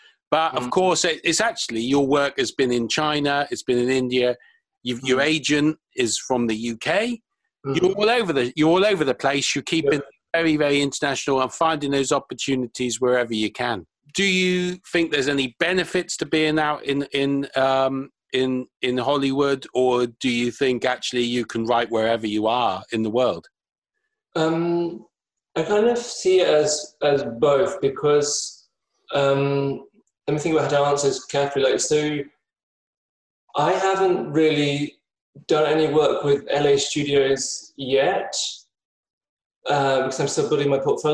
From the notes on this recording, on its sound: In this episode we have a 'zoom' chat (it's all the rage).